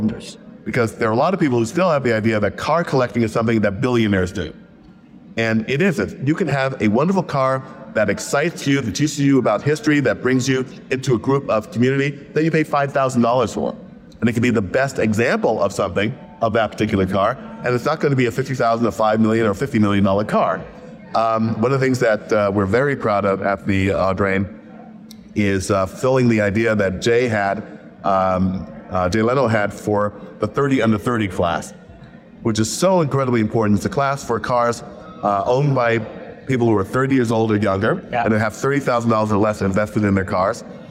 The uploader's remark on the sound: On the road at the Chattanooga Motorcar Festival